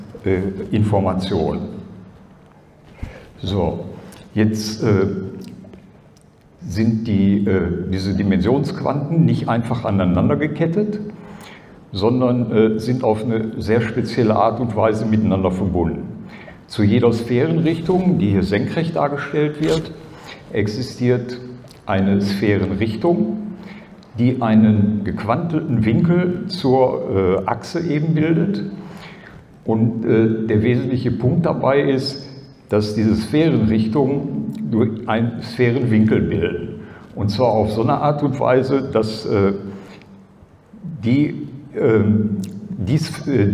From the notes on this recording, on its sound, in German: ALIEN.DE Konferenz 2023. Aufzeichnung des Vortrags auf der ALIEN.DE Konferenz am 19.08.2023 in Frankfurt am Main.